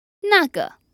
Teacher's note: So again, a fourth tone and a neutral tone.